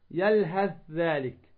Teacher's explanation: الثاء في الذال وهو في موضع واحد، يلهث ذلك، ما تقول يلهث ذلك، يلهث ذلك، فتدغم الثاء في الذال